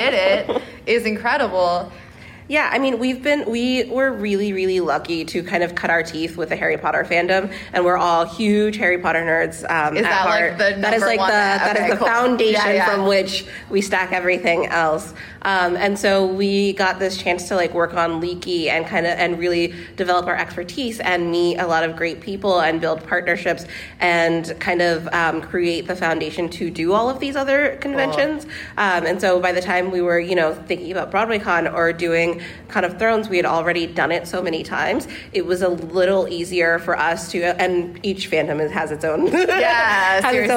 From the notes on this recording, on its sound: The Sartorial Geek Podcast is back with our second ever live episode! This week, we’re live from LeakyCon, an amazing Harry Potter-themed con for fans in Dallas, TX.